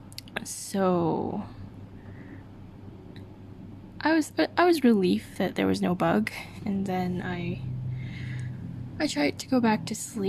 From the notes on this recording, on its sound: I breathe too much into the mic on this one.